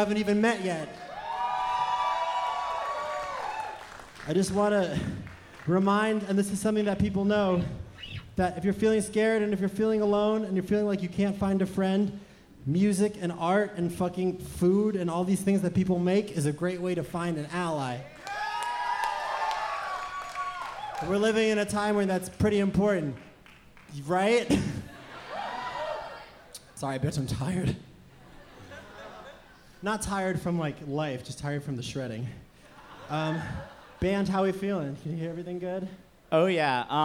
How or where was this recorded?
live audience